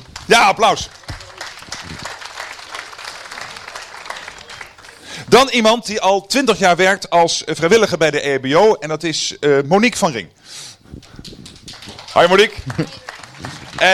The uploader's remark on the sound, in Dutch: Live Op De Hulpverlenersdag 30 September 2018